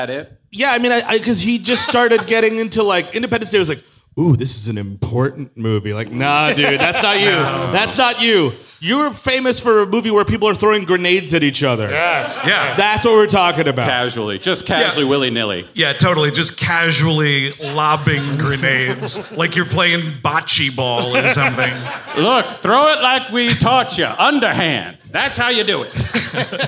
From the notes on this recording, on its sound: At CB Live in Phoenix, AZ. The guys were live in Phoenix.